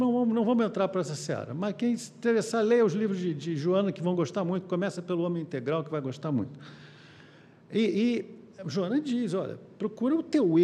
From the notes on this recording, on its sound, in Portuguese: Palestra ao Vivo